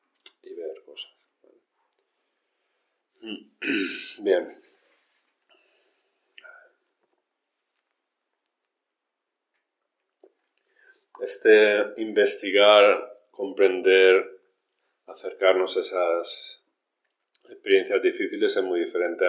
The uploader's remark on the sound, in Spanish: Grabaciones de las cuatro sesiones de enseñanza realizadas durante el retiro de primavera en el templo Luz Serena